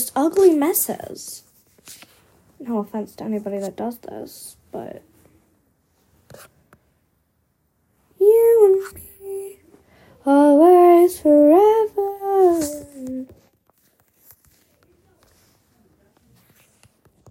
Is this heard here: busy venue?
no